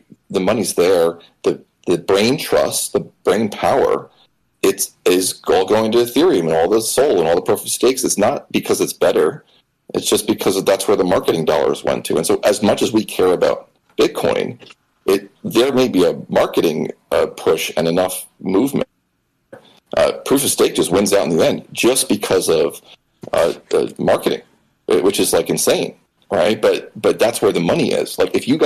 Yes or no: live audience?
no